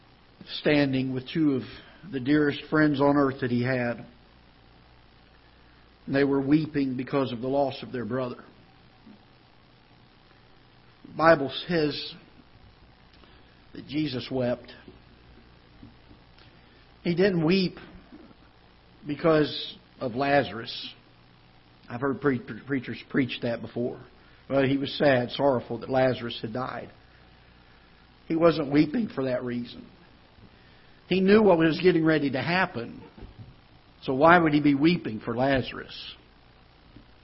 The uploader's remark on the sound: Ketha Heights Baptist Church ~ Live Broadcast